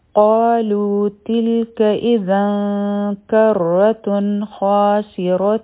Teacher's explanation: په سین کې د سیټي اواز دی